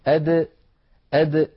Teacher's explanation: فالدال لابد من حبس نفسها وصوتها عند النطق بها، وهي حرف مستفل. · Term: حرف شديد